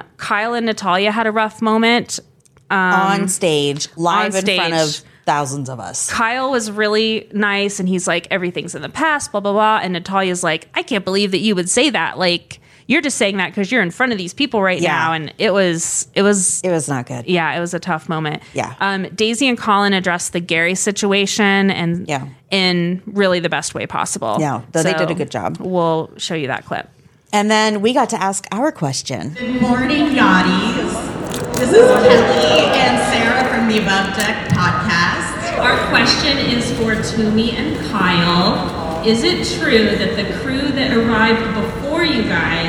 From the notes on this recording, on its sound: report live from BravoCon!